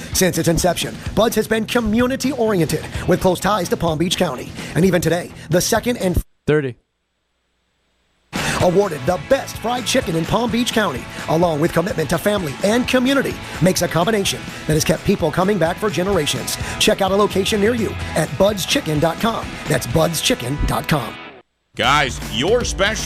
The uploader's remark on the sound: Full Show LIVE from the TimberTech Championship